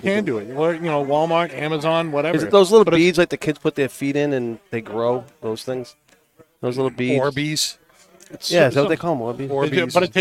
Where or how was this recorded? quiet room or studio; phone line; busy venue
busy venue